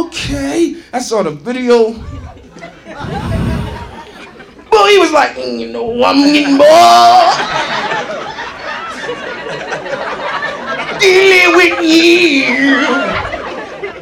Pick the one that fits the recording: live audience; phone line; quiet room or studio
live audience